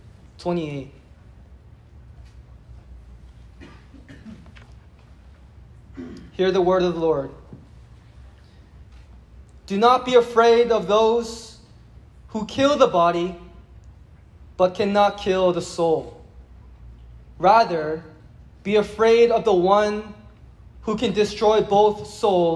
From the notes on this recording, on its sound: It was preached at a gathering of university and college students.